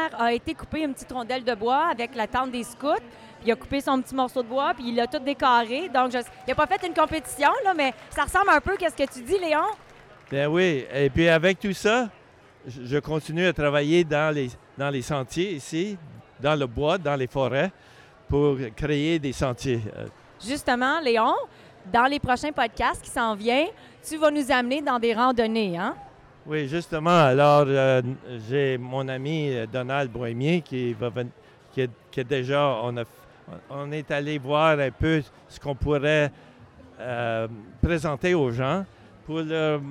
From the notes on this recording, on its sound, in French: Festival du Bois : l’expérience sonore. Toute l'équipe du balado étaient au Festival du Bois.